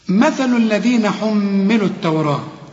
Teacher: طلع لسانك في الثاء، طلع لسانك في الذال، الميم شددها، حملوا، شوف حملوا التوراة، الغي الواو إذا وصلت